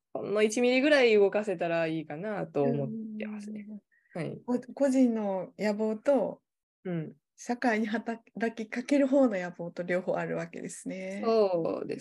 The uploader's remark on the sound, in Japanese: 収録場所： オンライン (Zoom)